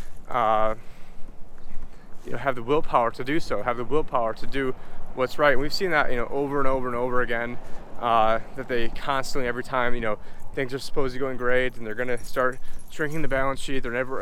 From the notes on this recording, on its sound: In this walk and talk